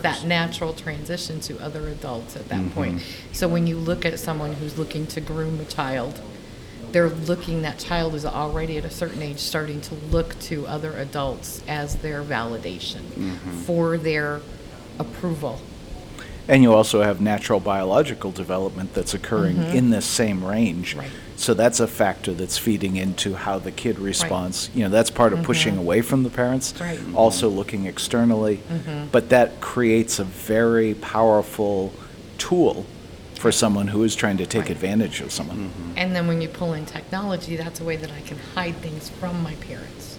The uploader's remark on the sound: This interview is from a recent conference